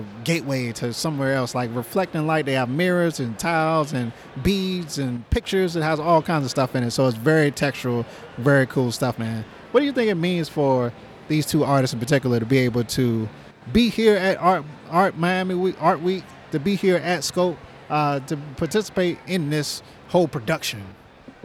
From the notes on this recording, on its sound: We recorded a conversation riding in traffic after leaving Pinta.